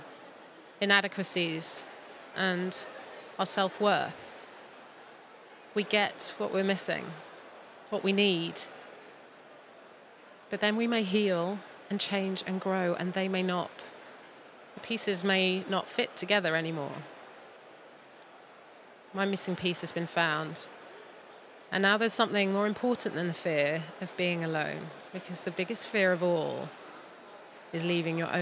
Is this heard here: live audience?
yes